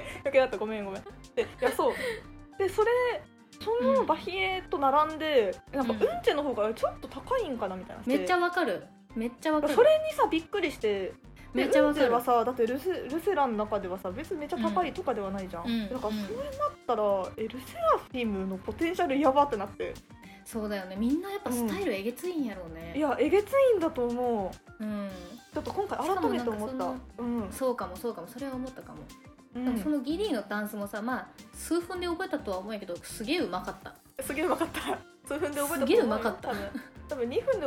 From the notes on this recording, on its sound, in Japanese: ちょっと音割れしてます。